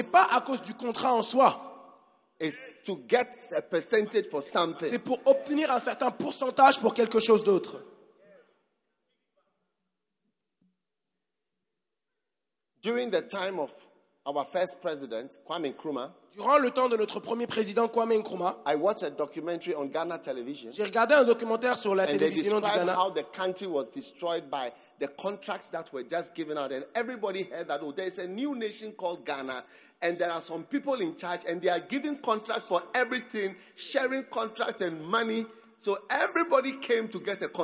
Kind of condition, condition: setting, live audience